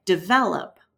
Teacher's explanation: So a word like develop can be a little bit difficult for French speakers who are learning English. The stress is really strongly on the second syllable. · Term: word stress